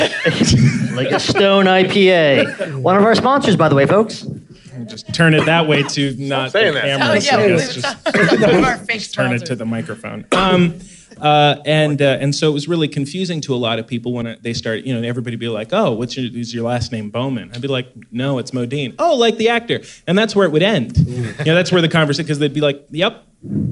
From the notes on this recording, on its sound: This episode was recorded before a live audience. At The Horton Grand Theatre in San Diego, CA.